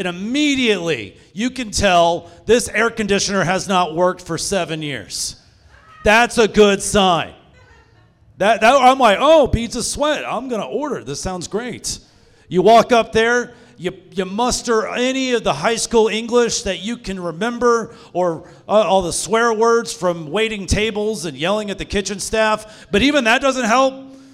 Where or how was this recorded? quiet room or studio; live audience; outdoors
live audience